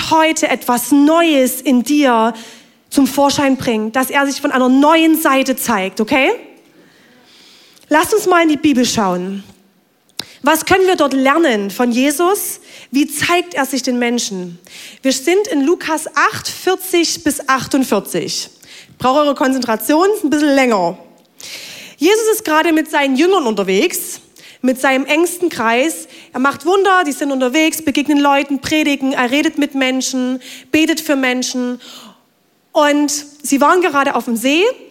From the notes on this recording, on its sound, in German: Audiomitschnitt der Predigt